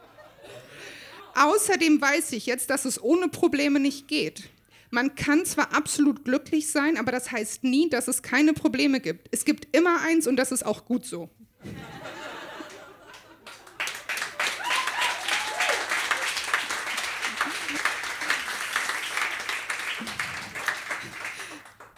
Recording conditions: live audience